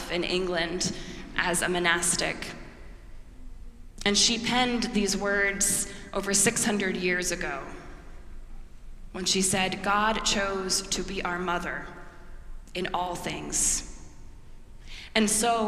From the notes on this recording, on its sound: preached at our celebration of the Holy Eucharist on the Sixth Sunday after the Epiphany